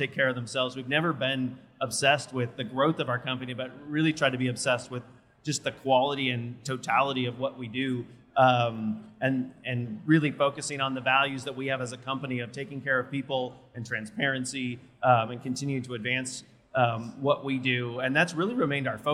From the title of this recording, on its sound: Live from A4M World Congress in Las Vegas